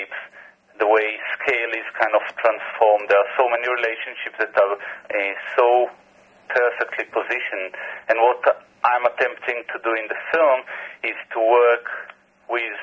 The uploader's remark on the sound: via phone